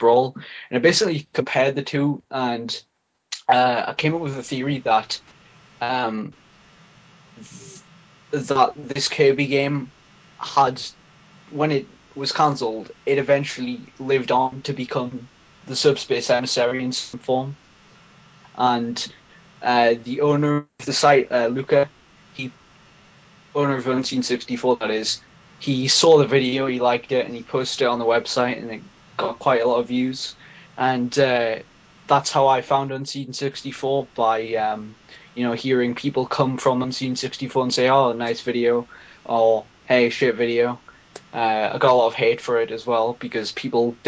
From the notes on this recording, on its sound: Cheers from China! There are a lot of audio problems because I was running on dorm internet and my roommate was every once in a while entering and existing the room like crazy, I'm sure you can hear him a some point at least once or twice in the recording, not very professional, I know.